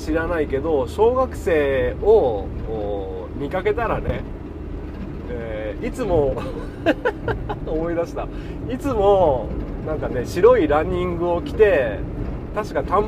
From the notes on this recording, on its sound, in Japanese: 軽トラを運転しながらダラダラと。